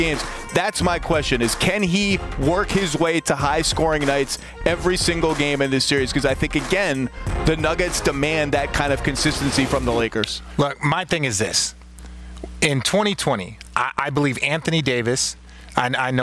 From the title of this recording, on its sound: Live from the NBA Draft Lottery